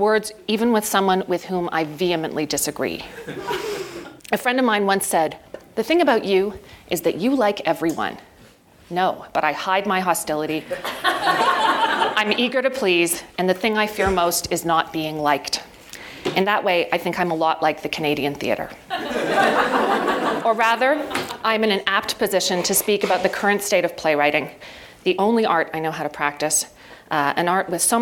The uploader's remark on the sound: PlayWorks Ink keynote address